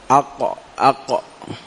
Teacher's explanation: عند حرف القاف مثل الفلق فيرتفع أقصى اللسان في الحنك الأعلى اللحمي.